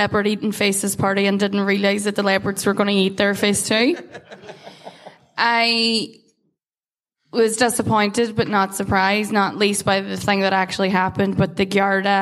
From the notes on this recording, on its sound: part 3 of the recent Sugar Club Live show